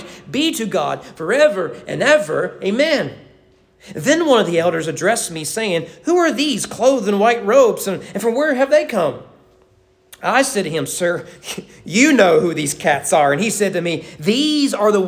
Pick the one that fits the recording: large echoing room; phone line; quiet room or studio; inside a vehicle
large echoing room